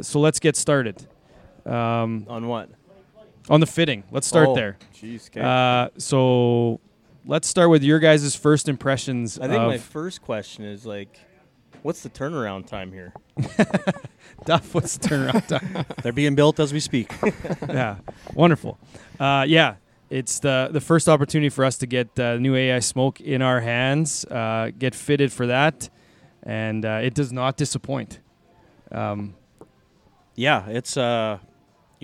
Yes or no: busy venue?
yes